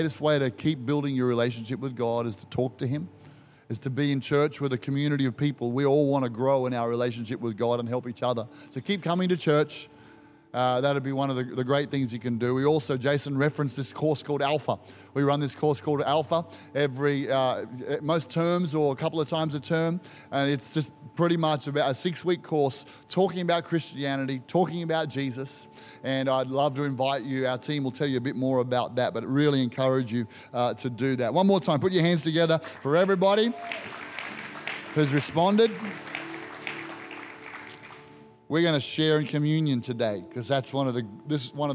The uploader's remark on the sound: Recorded during our Good Friday service